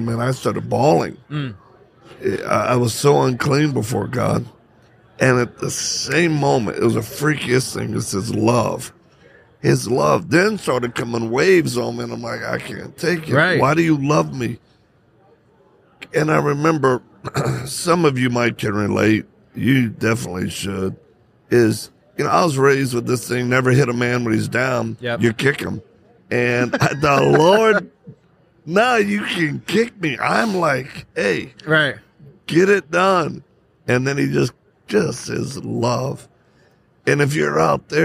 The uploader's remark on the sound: Live at AmFest